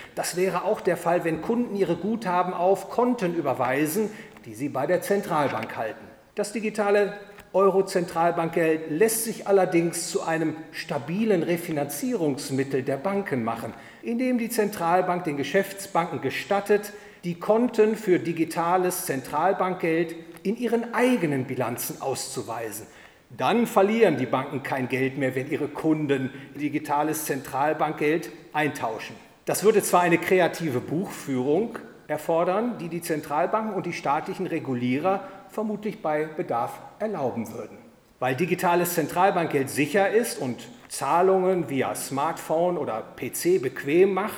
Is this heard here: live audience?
yes